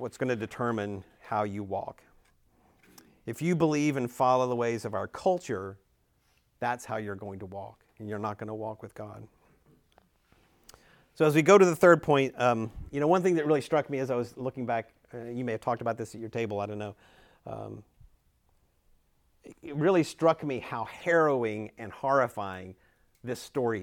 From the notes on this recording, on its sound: Recorded at Emmaus Church in Buford, GA on Wednesday, November 1, 2023.